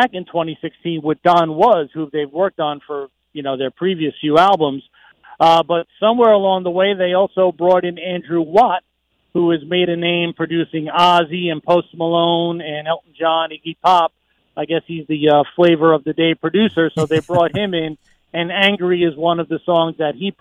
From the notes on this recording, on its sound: GIVES US A CALL FROM LONDON